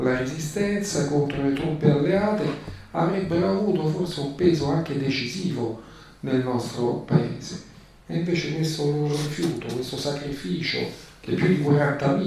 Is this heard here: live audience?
yes